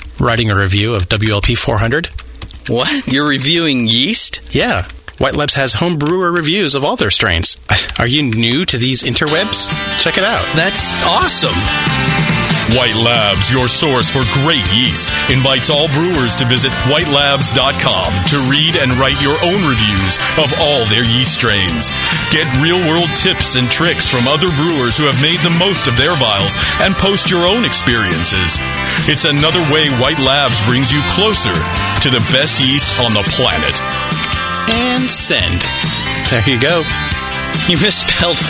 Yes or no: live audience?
no